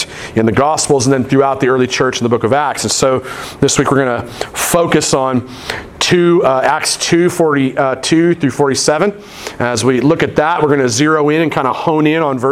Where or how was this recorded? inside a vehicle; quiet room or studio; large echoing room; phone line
large echoing room